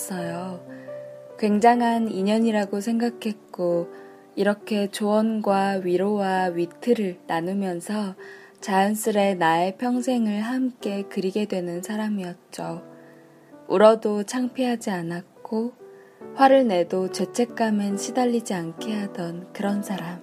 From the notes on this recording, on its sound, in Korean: 녹음 장비가 고장났습니다.. 휴대폰으로 녹음햐서 녹음 상태가 그리 좋지 않네요ㅠㅠ.